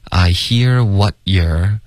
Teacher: 这个 what 结尾的 t 要省略